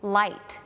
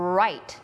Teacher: มันจะมีวูนิดนึงสำหรับ R · Shown in: second take